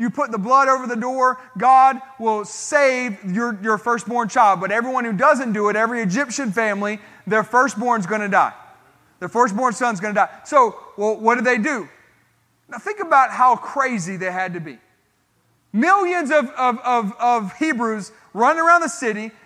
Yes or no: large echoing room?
yes